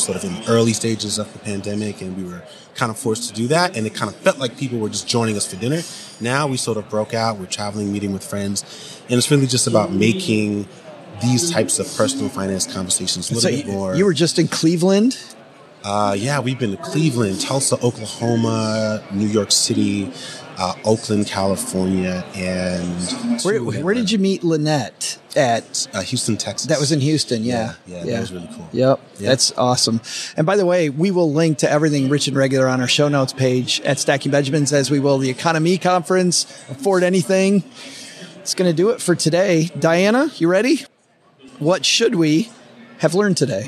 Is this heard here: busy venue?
yes